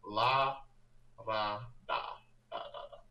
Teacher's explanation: the R in Japanese is partially between like a D and an L sound. So where you're placing your tongue is actually pretty close to in the middle of where you would place it for those two sounds.